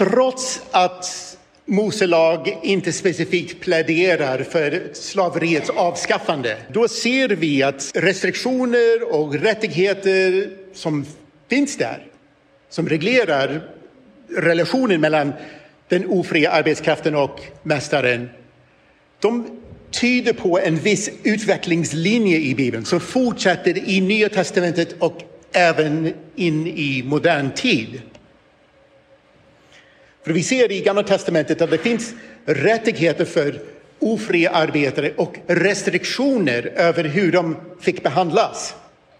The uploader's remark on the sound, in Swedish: I detta inspelade föredrag från Uppdrag: Guds rike 2023